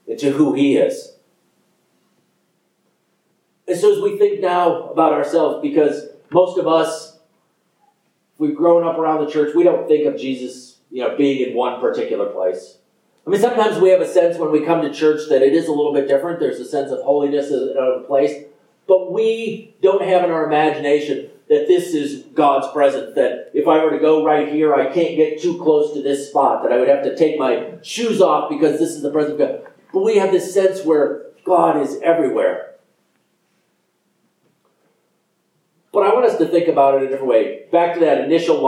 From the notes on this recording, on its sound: This sermon is only available in audio. Apologies for the poor quality of the audio.